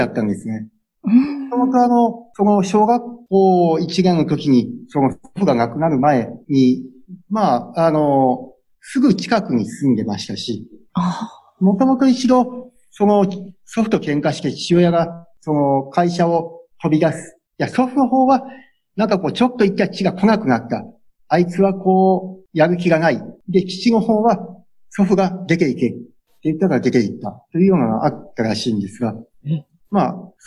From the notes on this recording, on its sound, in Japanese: Zoom・オンラインでインタビューをさせて頂きました。